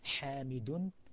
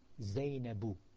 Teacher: a tanween, a double sound, the un sound, for the endings of the male people's name? And for the female, no tanween, just a u, but no un.